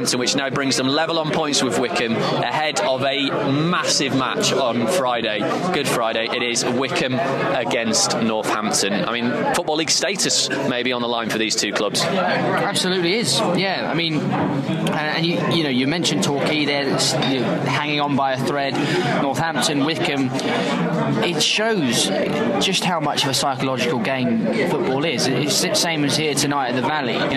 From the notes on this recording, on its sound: Live from The Valley. The boys also speak to Barnsley fans outside.